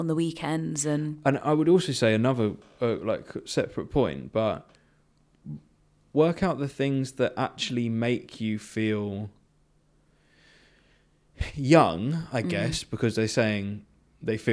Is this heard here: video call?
no